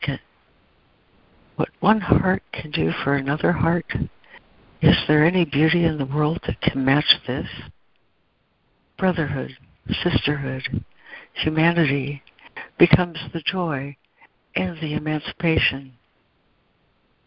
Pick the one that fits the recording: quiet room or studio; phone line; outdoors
phone line